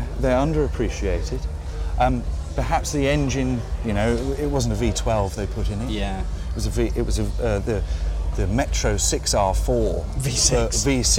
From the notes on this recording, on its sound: Come to you from the hustle, bustle and magic of The Goodwood Revival Meeting in Chichester as guests of The Auctioneers, Bonhams. On the morning of the first day of the three-day event. Sit in the auction surrounded by a collection of spectacular cars. In the Bonhams Marquee.